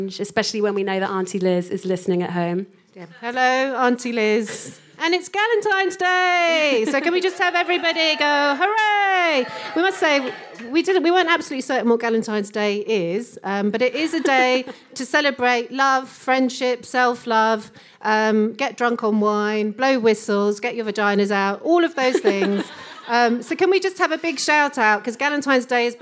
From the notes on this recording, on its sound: For this special live episode, recorded at White City House